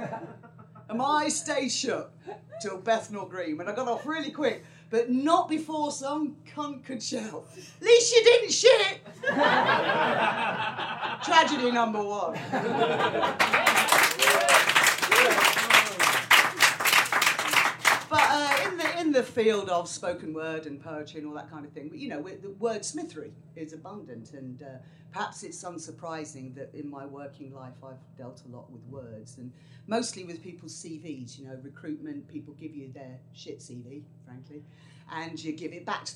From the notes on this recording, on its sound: Another #tragicmoment podcast from the Edinburgh Festival. This is a clip show bringing you some of the best moments from the live Edinburgh shows so far. It's part of the Free Fringe.